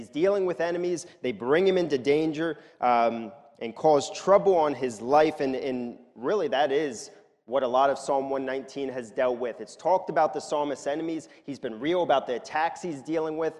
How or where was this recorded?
large echoing room